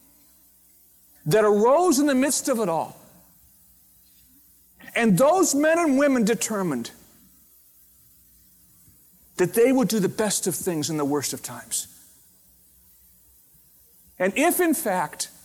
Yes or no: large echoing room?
yes